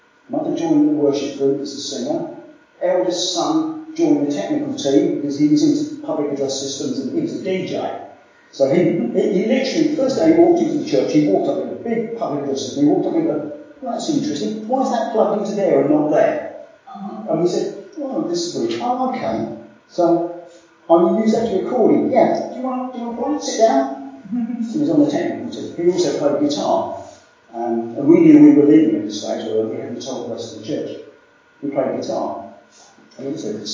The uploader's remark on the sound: Apologies for poor sound quality in this recording.